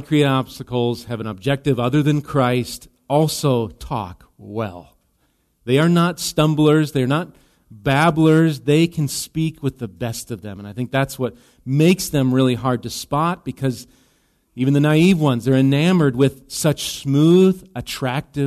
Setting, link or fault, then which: setting, large echoing room